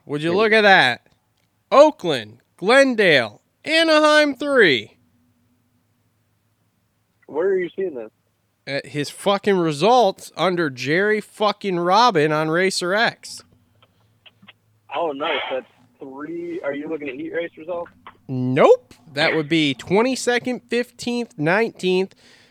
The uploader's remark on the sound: Get on the phone.